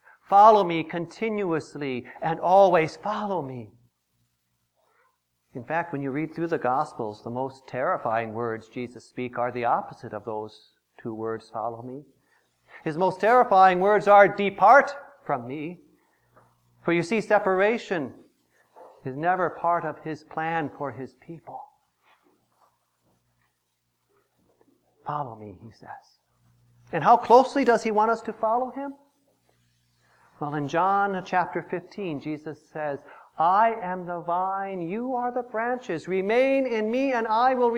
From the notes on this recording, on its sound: Preached on January 18, 2015, for the Second Sunday after Epiphany, at St. John's Ev.